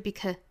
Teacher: I want you to gain the intelligence of spending timewisely，前面跟英式发法都是一样的，我们就不重复讲了。后面 because 弱读成 because，大家不要在这个这个部分啊去卷舌头，不是 because，应该是 because 中元音啊，舌头是平的